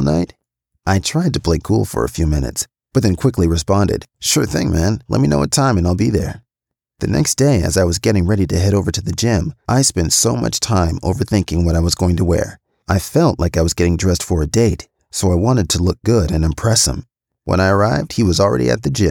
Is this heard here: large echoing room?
no